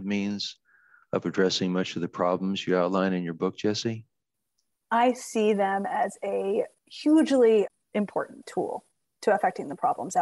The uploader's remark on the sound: In a live Zoom recording of the Radio Hour.